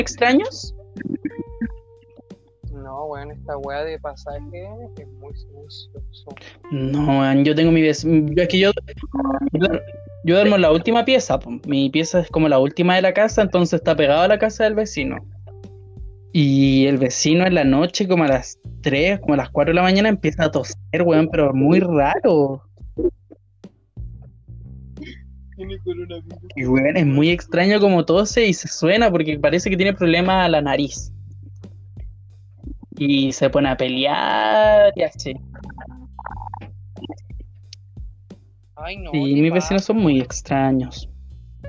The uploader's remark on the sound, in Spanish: Perdón por la mala conexión